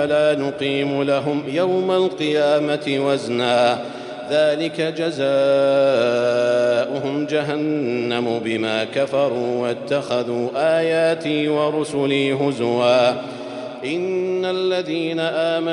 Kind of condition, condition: setting, large echoing room